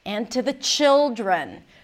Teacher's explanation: So the ch is a little longer than usual. And the I, which is a short vowel, is a little longer than usual. And the L is longer.